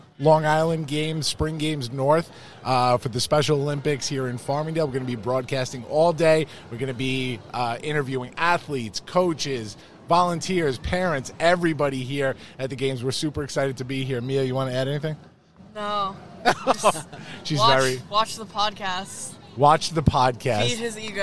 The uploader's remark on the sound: It's a live event recording. As The Launchcast crashes the Special Olympics Northeast Long Island Regional Spring Games in our hometown of Farmingdale, New York! We set up our show in Media Row.